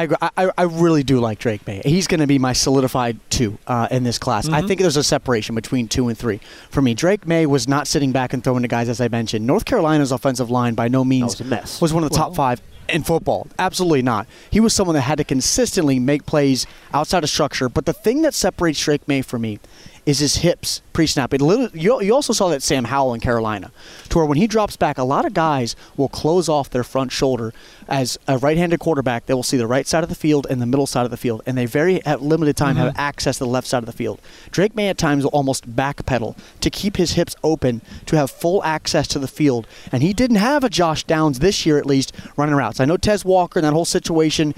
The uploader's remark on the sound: live from the NFL Combine